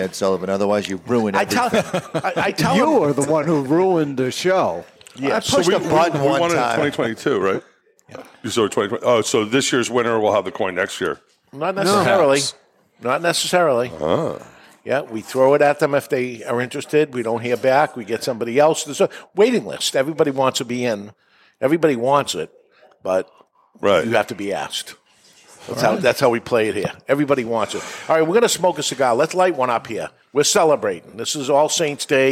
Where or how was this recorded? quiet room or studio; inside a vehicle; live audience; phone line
live audience